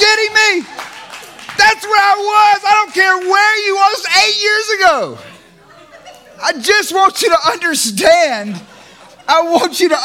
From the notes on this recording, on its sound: It is captured in front of a LIVE audience at Good Landing’s Friday Night Recovery Church experience!